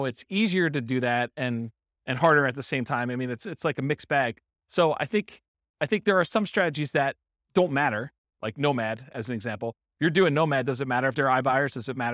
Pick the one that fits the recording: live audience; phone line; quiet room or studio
live audience